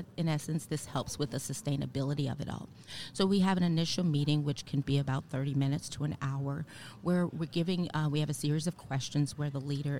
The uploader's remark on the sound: Live from SHRM 2022